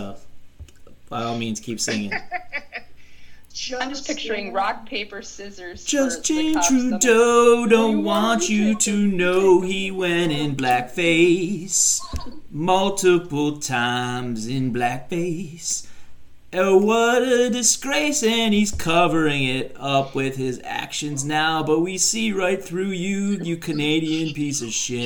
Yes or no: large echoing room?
no